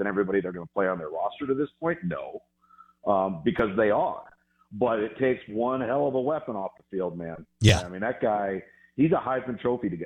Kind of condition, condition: link, phone line